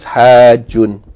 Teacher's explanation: Its original form should have been hajjijun, but the first jim loses its kesra, and therefore you can merge the two jims together